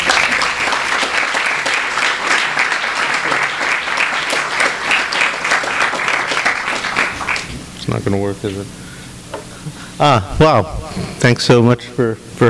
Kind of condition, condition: setting, live audience